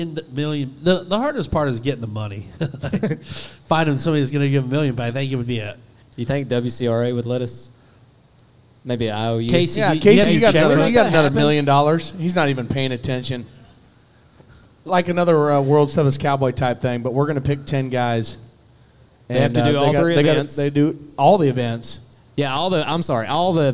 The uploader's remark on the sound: Joins us live at Brewster Street Pub in Corpus Christi! We are in town for the Buc Days WCRA Rodeo!